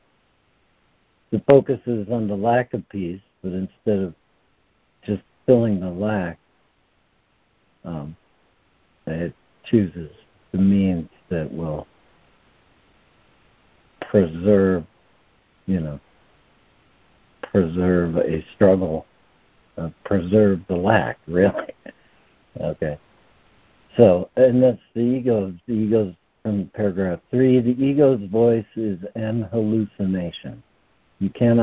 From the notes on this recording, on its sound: ACIM Daily Conference Call